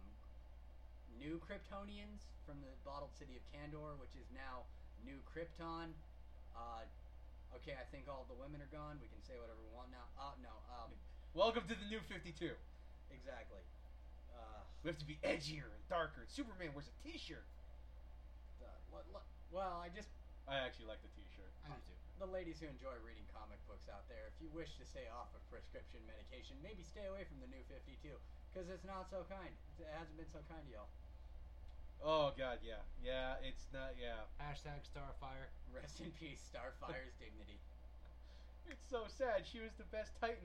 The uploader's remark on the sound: I would like to apologize in advance for the quality of the audio (yes, we know it's a bit on the soft side.)